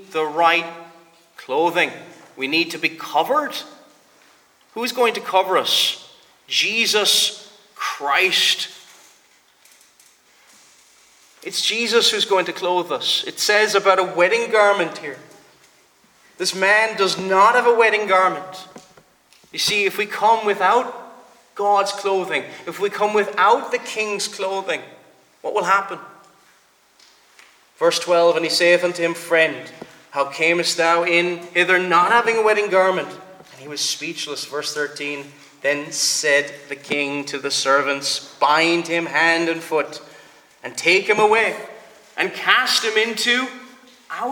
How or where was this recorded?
large echoing room